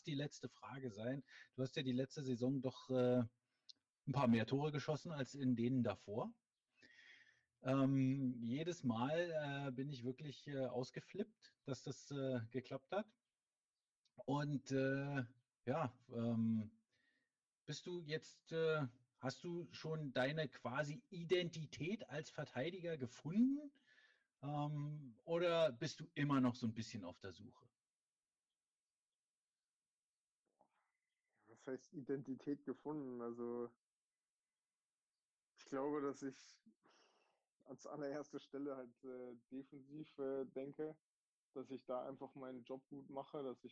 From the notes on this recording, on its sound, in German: Es ist die mit dem schlechtesten Ton ever.